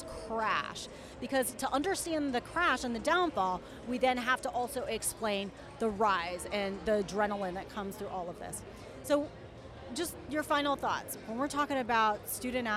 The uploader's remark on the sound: Recorded live from Fan Fest during the Men’s Final Four Championships in Houston, Texas.